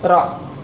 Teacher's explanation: Waqra hamzahnya tidak diucapkan karena di tengah. Ya. Jadi bukan karena iqra, lafaz iqra bukan, tapi karena posisinya, letaknya. · Term: hamzah wasl